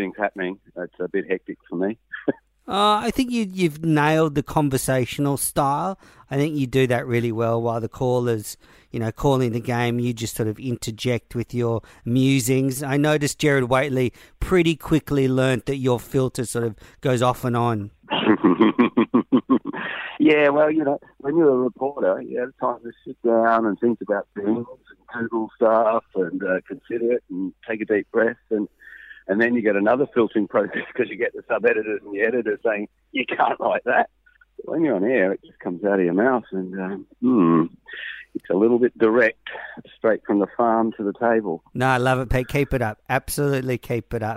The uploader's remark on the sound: phones in from Port Elizabeth